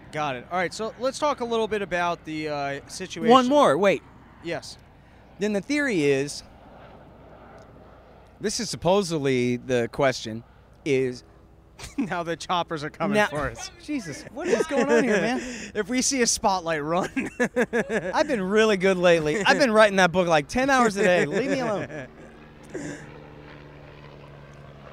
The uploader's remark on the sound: Live from Austin Texas. It's a live porch tour from Austin Texas.